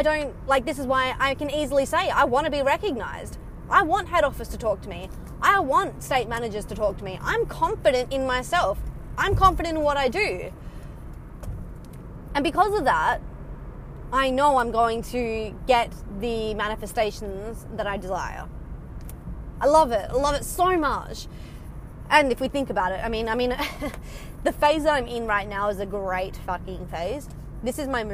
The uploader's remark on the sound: Casual chats while driving home from work